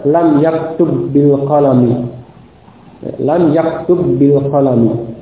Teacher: Ba-nya diidghamkan. Ya, tidak dibaca satu persatu, tidak dibaca terpisah.